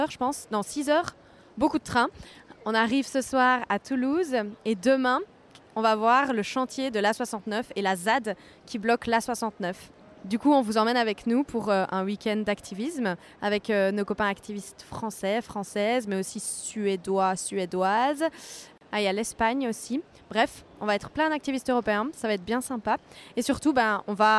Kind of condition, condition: setting, outdoors